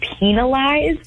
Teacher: you really put a hard emphasis on the peen part of it